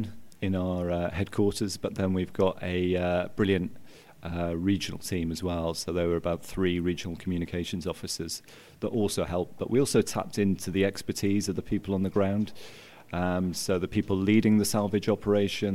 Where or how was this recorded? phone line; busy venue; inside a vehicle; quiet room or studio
busy venue